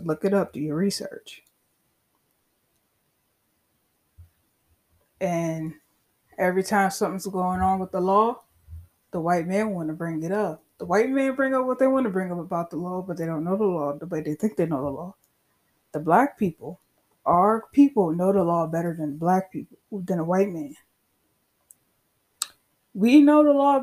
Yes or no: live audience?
no